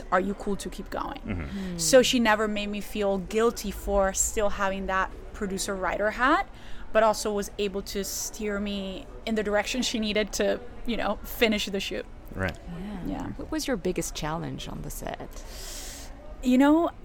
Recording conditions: busy venue